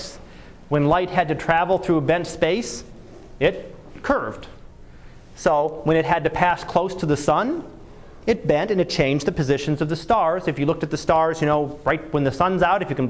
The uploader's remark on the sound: Live Class Lecture.